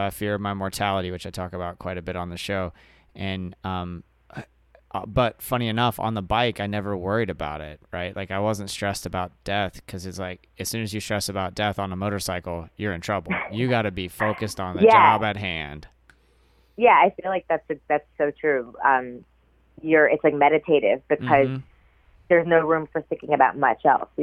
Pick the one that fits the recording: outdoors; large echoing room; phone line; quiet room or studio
phone line